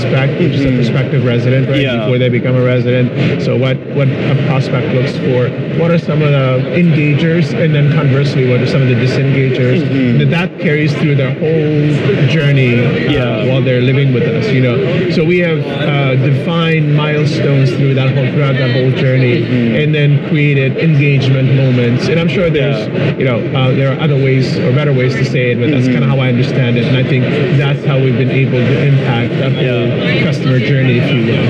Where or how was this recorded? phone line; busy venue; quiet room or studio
busy venue